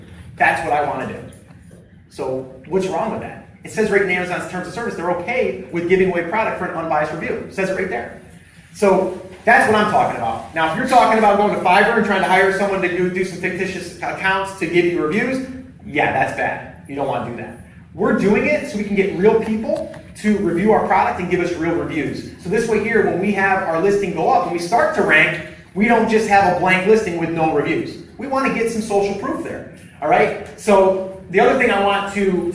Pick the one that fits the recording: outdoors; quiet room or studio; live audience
live audience